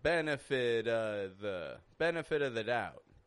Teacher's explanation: the V sound is not being used. I'm using a schwa.